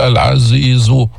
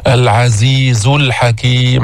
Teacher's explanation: الزاي ليس فيها استعلاء، ما ترفع اللسان عند الزاي · Shown in: second take · ما تقول العزيز، العزيز الحكيم. · Term: حرف مستفل